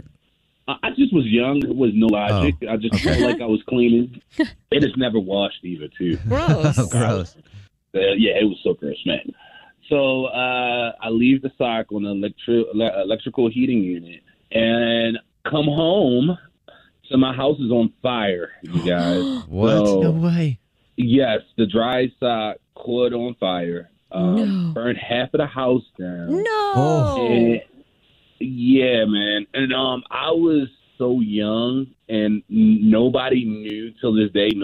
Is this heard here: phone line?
yes